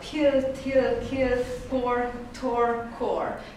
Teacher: felpattanó zöngétlen zárhangok, explozívák, azok csak hehezetesen fordulhatnak elő